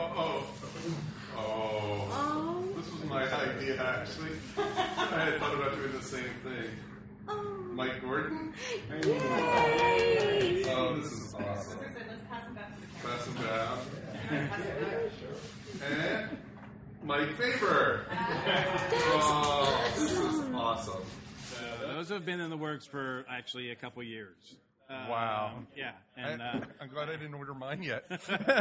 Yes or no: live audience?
yes